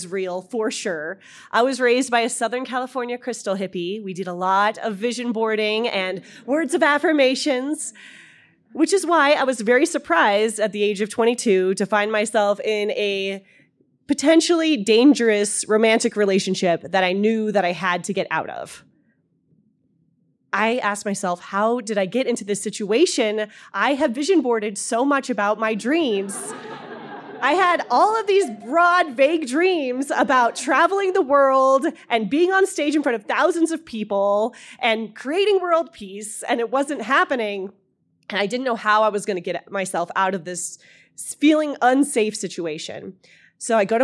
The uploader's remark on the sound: in front of a live audience at Buntport Theater